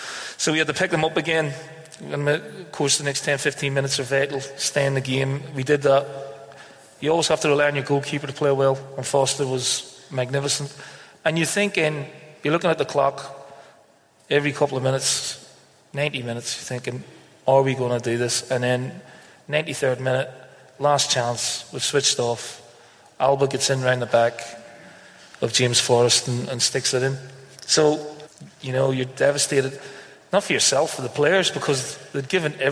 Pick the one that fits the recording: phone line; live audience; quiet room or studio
live audience